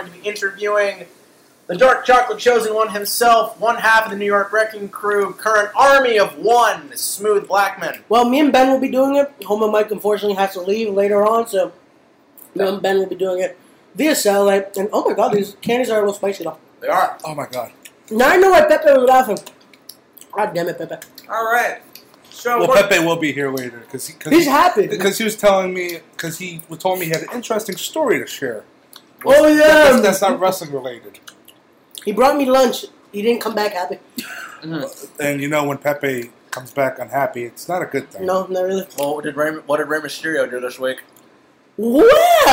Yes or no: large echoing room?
no